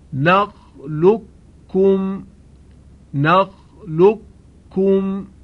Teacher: ادغام حرف قاف در کاف هست، در قرآن یک مورد آمده که قاف ساکن هست، بعدش حرف کاف قرار گرفته در این کلمه قرآنی.